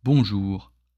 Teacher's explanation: So when you say bonjour, you have two vowels. You have on and ou. · Term: beat